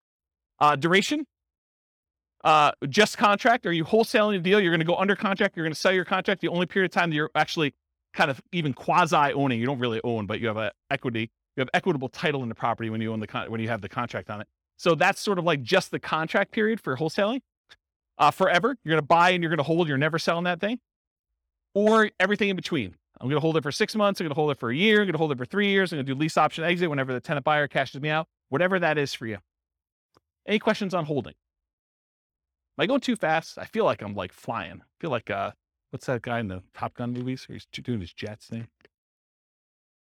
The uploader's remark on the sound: This was a live class recorded in Fort Collins